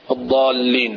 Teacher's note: شوية مد في المقدار بحيث أنه تخرج الألف